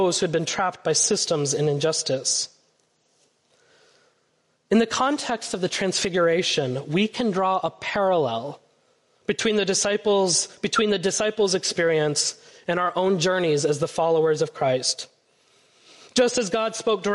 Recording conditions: large echoing room